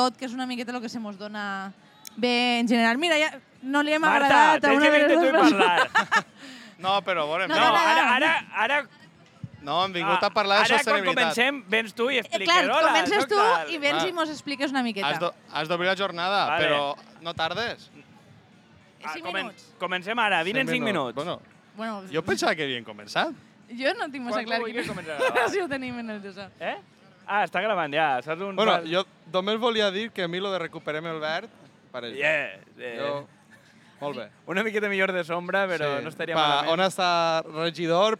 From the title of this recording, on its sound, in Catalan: Directe a la Vall d’Uixó